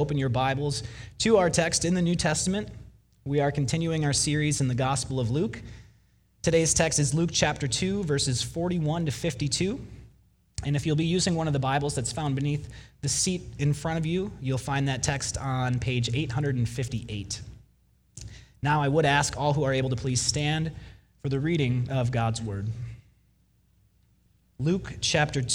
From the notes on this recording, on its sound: Delivered Sunday, December 29, 2019 at Woodridge Community Church (New Berlin, WI).